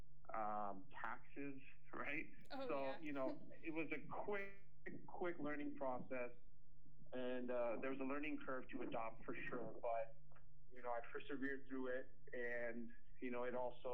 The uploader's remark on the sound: Unedited rough interview. Unedited with bad audio quality.